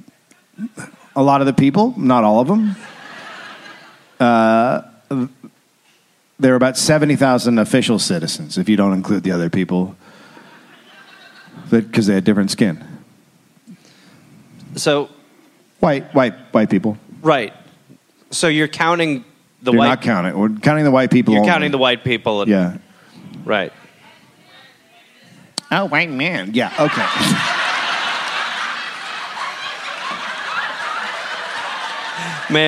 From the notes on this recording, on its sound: Recorded live in Dallas.